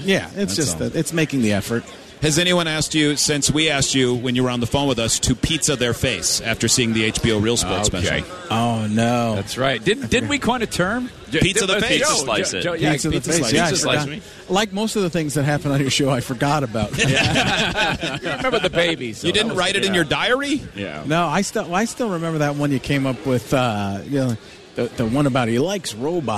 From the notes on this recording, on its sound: Broadcasting live from Radio Row at the Super Bowl. This time, we are in Phoenix for Super Bowl XLIX.